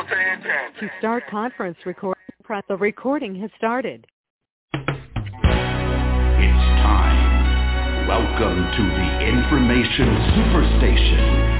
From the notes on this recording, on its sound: TNTSuperfantastic Conference Call